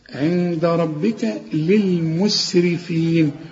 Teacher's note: كل الحروف دي مرققة بما فيهم الراء لأن الراء مدام مكسورة مرققة